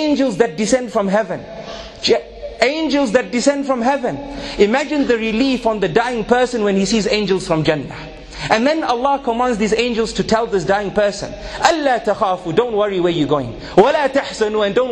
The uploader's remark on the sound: A 20 minute lecture delivered at Masjid alFalaah in Harare Zimbabwe